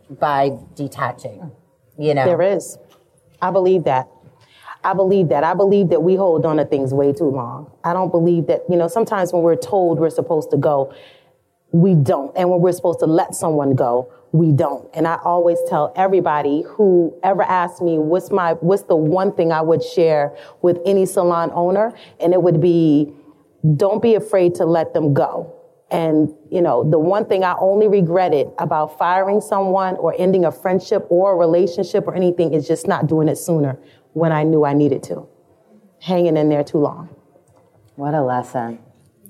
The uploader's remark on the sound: LIVE from ISSE